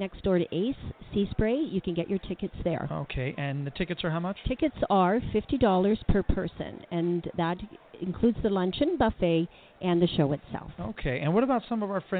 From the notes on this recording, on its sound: on location at Straw Hat, Meads Bay, Anguilla.